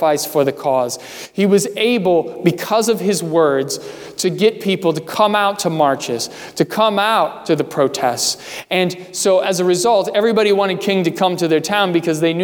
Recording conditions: large echoing room